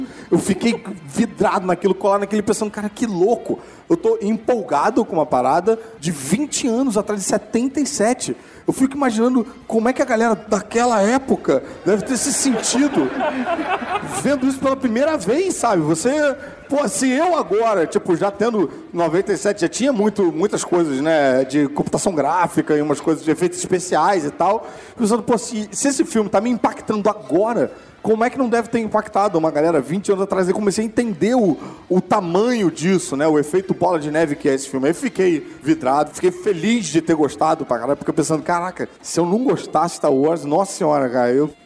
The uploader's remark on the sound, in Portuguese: Ao Vivo na Jedicon 2017.